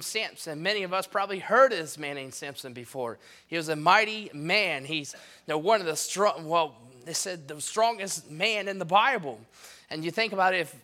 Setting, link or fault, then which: setting, large echoing room